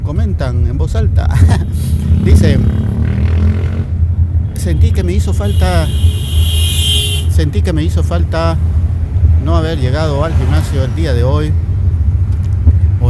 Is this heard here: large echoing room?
no